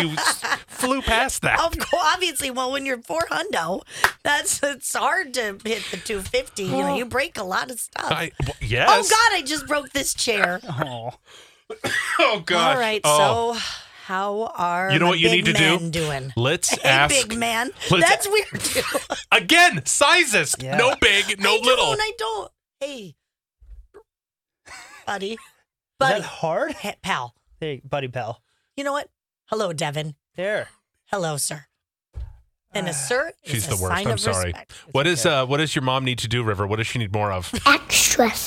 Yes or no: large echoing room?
no